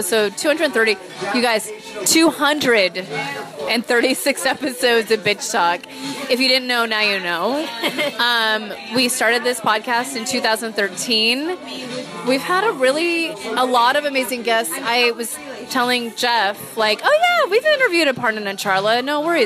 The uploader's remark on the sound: This week's Flash Back Friday is brought to you from a dive bar in the Tenderloin neighborhood of San Francisco, recorded in December of 2017. It represents the quintessential dive bar experience: good music, heavy pours of whiskey.